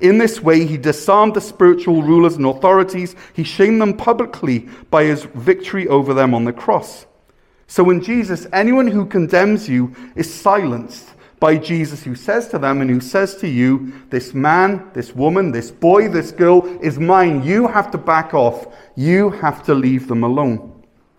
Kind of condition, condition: setting, large echoing room